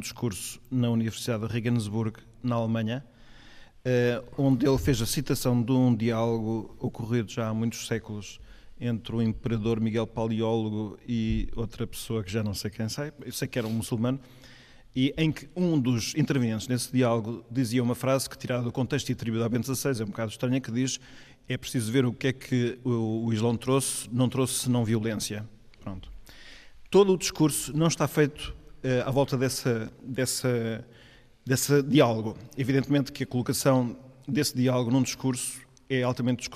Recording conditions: large echoing room